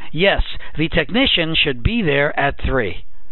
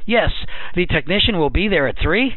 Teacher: In the second example, my melody resolves upward. · Shown in: second take · It doesn't sound like I'm making a statement.